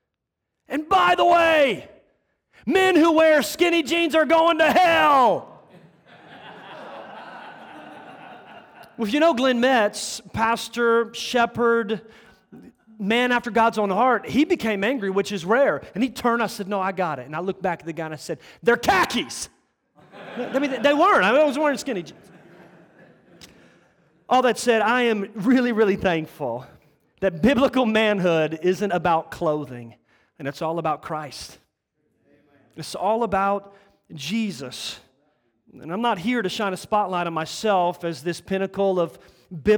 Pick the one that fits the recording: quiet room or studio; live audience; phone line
live audience